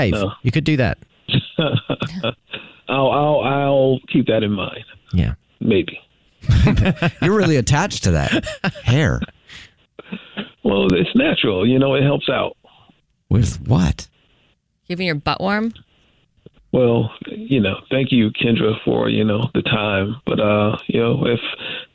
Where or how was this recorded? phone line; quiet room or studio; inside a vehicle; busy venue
phone line